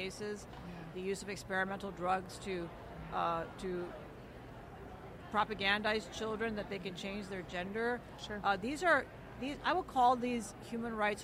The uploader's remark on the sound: The Unity Project What’s UP? Podcast at AmFest